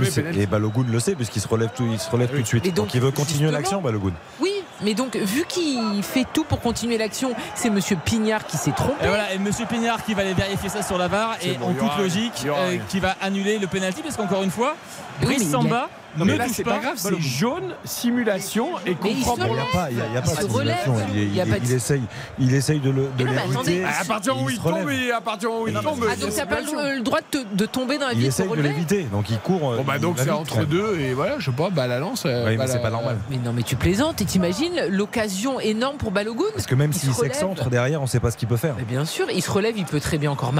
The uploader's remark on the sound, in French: en direct de Bollaert